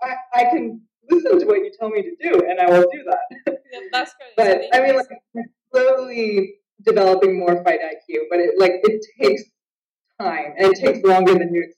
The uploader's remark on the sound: Skype call.